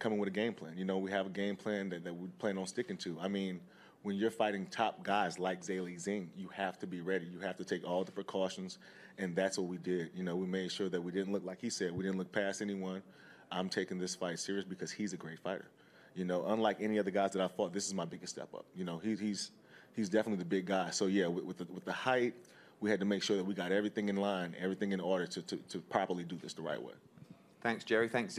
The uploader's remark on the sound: undercard press conference